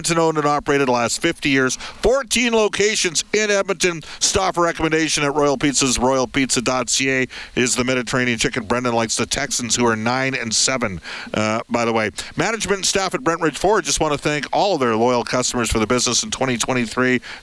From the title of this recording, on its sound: Live from Rogers Place